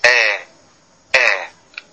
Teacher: منهم من يقول حالة بين الكسر والفتح، ومنهم من يقول حالة بين الألف والياء · Term: الإمالة